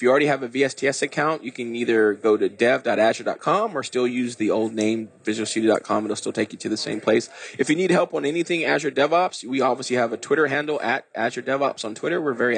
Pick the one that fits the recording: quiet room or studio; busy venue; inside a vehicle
busy venue